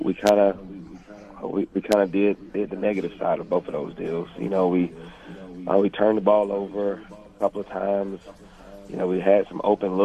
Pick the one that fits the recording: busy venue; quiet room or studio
busy venue